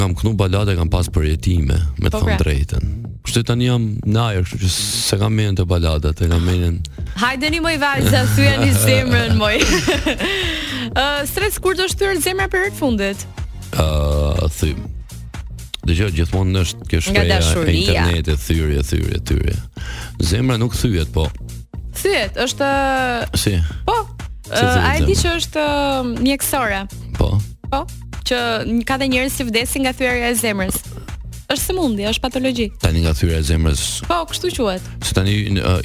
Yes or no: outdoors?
no